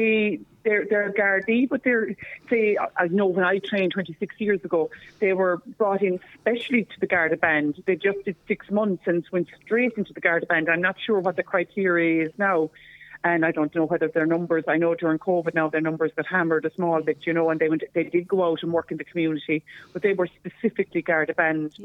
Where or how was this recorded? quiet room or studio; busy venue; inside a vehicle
busy venue